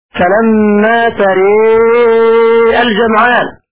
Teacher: ومال ألف التي بعد الراء لحذف الثانية وصلا لاتقاء الساكنين هكذا فلما تري الجمعان.